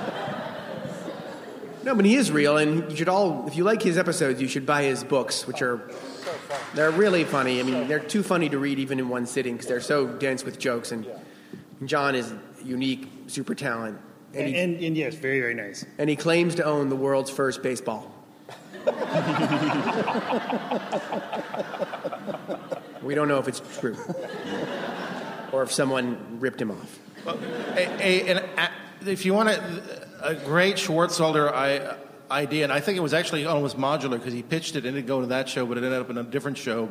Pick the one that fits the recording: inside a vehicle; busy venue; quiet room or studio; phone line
busy venue